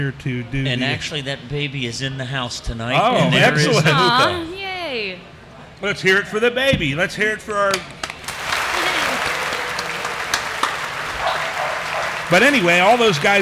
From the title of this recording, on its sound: The Old Firehouse Brewery, Live!